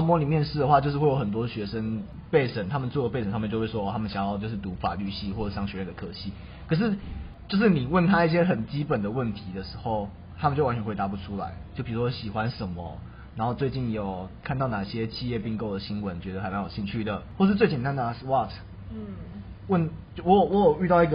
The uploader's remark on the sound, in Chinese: 因為錄音地點附近是校園所以會有鐘聲XDD還請大家多多見諒。因為是頻道草創時期，所以有雜音或是音質上的問題還請大家見諒。